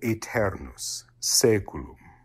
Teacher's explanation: Now, if you see two vowels together, that's what's called a diphthong. A-E is pronounced like a long E in ecclesiastical Latin. In classical Latin that you might have learned in school, it would be pronounced like an A and an E together.